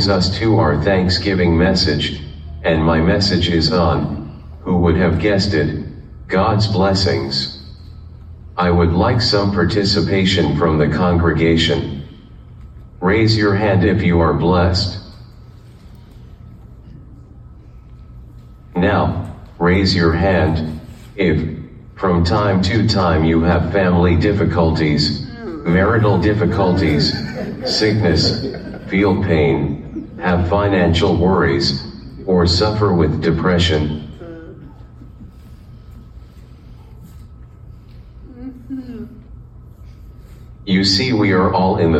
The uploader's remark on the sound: live from Journey Global Methodist Church in Kannapolis, NC